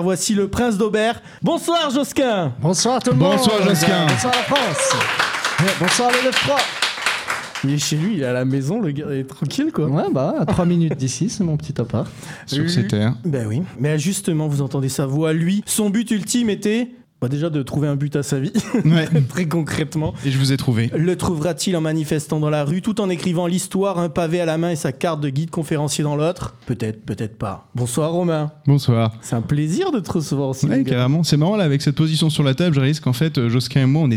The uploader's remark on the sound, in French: Enregistré en public à la Cassette à Aubervilliers.